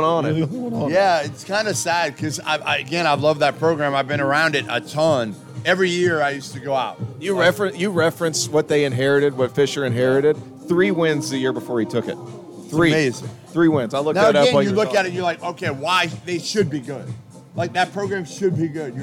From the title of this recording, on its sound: live from Stadium Swim in Las Vegas